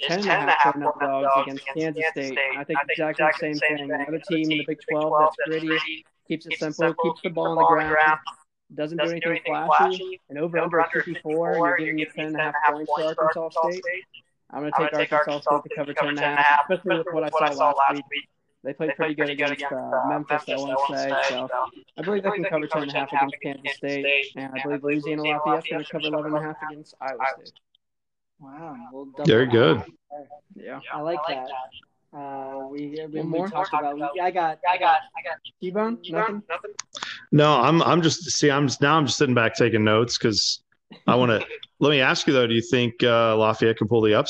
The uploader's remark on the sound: We apologize for the technical difficulties